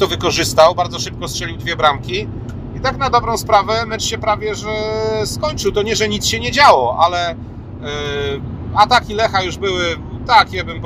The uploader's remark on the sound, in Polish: Nagranym w drodze powrotnej z meczu Unia Skierniewice - Lech Poznań.